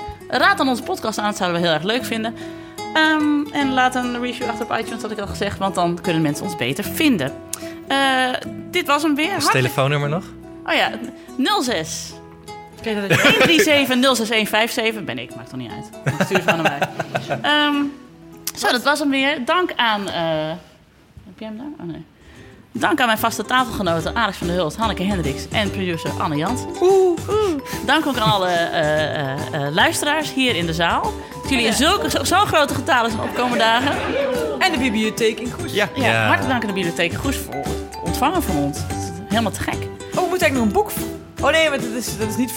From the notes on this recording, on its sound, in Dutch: Live in Goes! Op 7 maart namen we de podcast live op in de bieb in Goes! Met een top publiek.